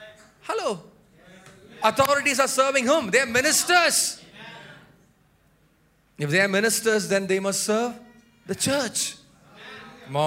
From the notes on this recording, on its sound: Preached at Sunday Service. At Revelation Church.